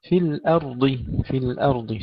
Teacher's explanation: ترقيق الهمزة وتفخيم الراء والضاد